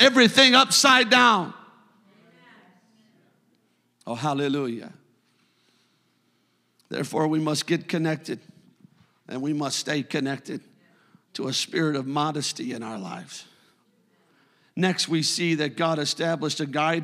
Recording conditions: large echoing room